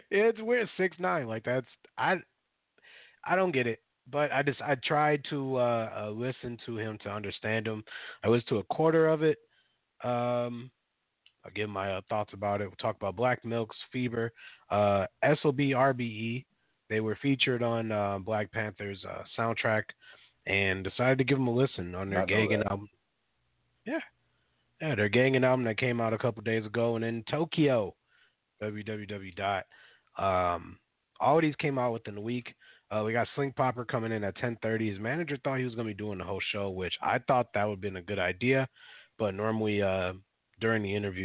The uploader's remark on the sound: Will call in for a live interview. 5 mics.